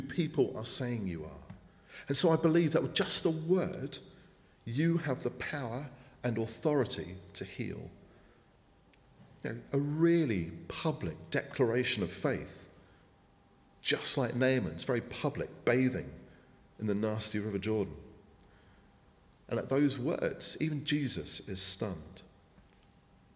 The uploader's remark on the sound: speaking at the 9:30 service